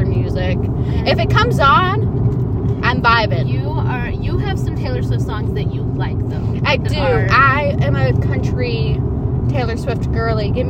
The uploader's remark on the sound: This episode begins rather nervously while we get into the groove of recording. We decided the best way to record was driving to the beach.